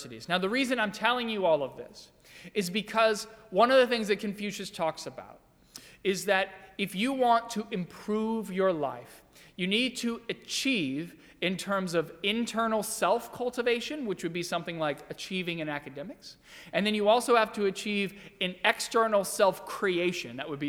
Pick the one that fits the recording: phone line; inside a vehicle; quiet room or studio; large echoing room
large echoing room